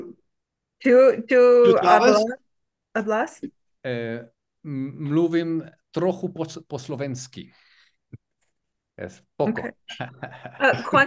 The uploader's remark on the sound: Group Class on Zoom